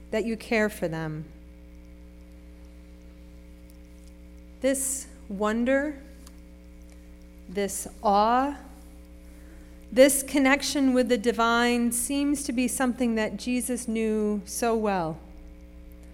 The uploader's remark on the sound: Sermon preached at RCHP on March 12, 2023.